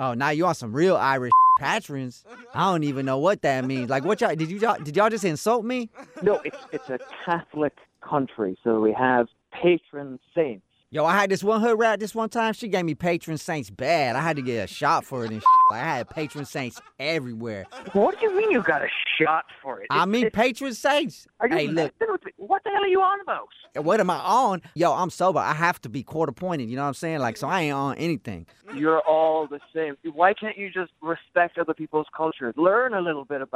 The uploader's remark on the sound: In today's phone tap.